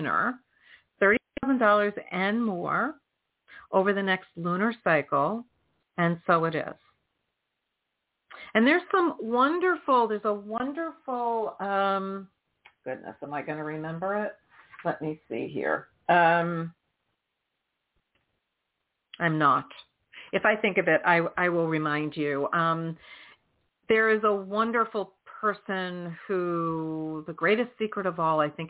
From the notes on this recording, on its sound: in response to callers' questions